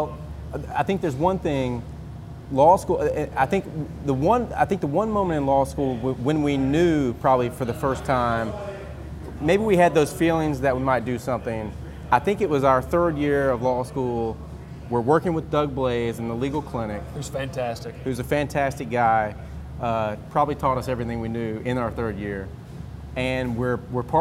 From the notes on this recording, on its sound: Cool Springs Brewery was gracious to let us record our &quot;Executive Meeting&quot; at their incredible location in Franklin, Tennessee. Cool Springs Brewery was gracious to let us record our "Executive Meeting" at their incredible location in Franklin, Tennessee.